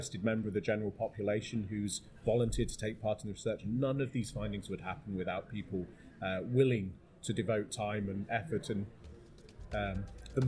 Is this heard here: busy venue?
yes